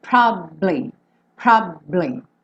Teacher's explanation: ele faz como se fosse um B, ele fica um pouquinho mais de tempo com o lábio fechado no B.